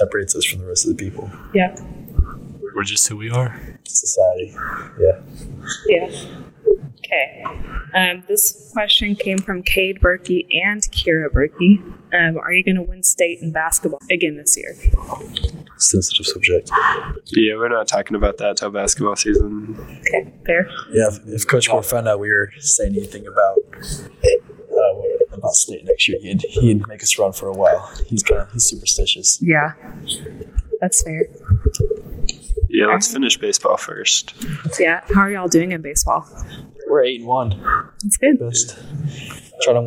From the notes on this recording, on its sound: This is the first podcast, so the audio is a little off.